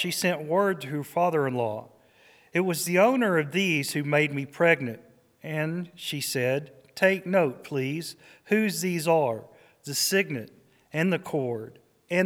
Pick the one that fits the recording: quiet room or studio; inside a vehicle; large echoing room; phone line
large echoing room